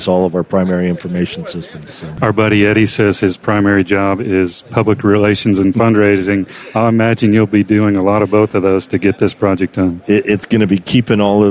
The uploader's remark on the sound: the episodes were broadcast live in CTGHS’s booth at the The HIMSS15 Annual Conference and Exhibition